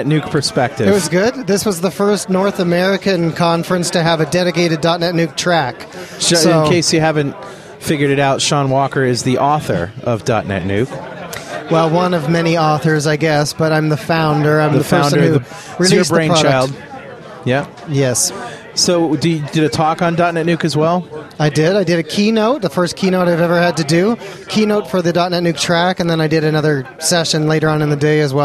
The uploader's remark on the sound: Live from Tulsa Tech Fest 2006